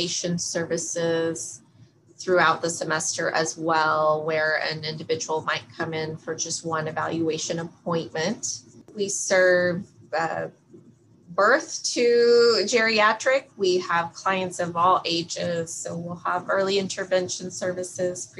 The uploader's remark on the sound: Due to social distancing measures, this interview was recorded via Zoom. Audio quality may be affected.